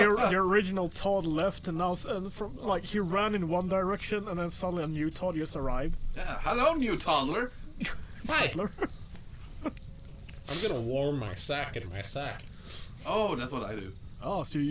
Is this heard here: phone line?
no